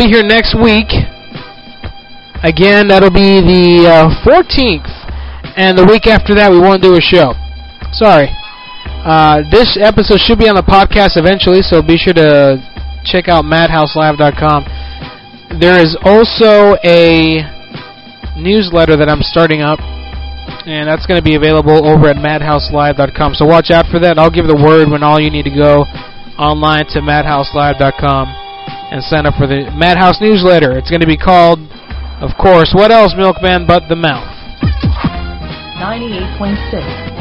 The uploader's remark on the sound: RBCP's Personal Prank Phone Calls Collection